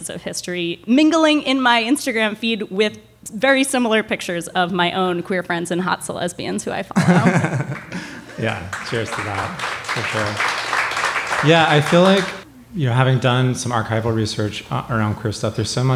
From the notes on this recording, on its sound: Hosted a live show in New York City’s Joe’s Pub.